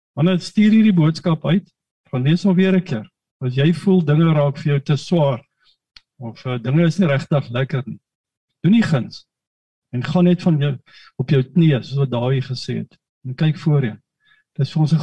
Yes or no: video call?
yes